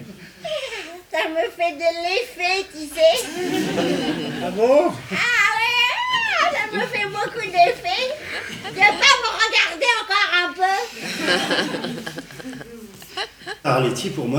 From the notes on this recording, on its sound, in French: Spectacle le 15 décembre 2012 au village des Adrets (en Isère)